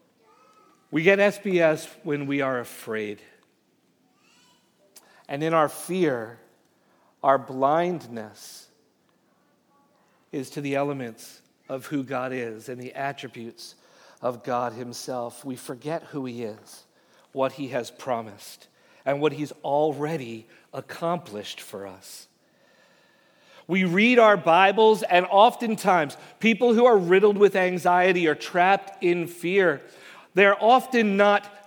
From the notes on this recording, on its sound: Message Preached at Valley Creek Church